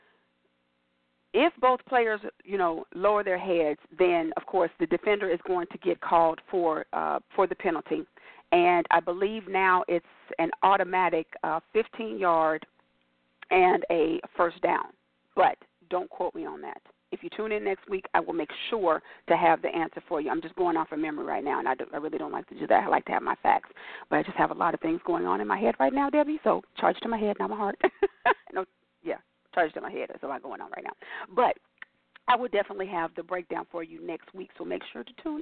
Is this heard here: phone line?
yes